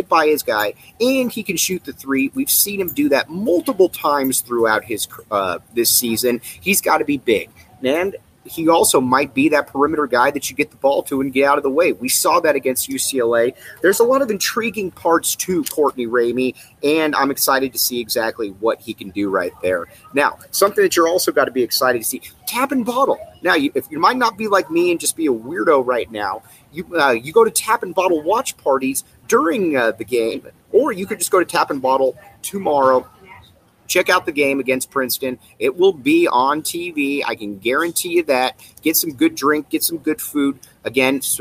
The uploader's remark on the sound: live from Sky Harbor Airport!!